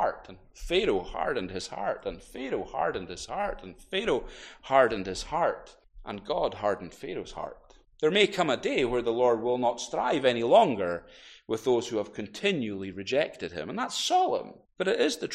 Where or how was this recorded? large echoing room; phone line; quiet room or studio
large echoing room